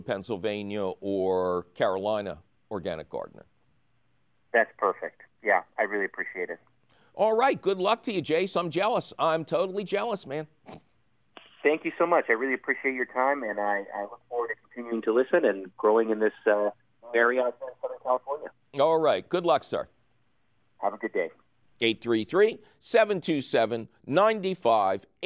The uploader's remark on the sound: Otherwise, its a fabulous phone call question show!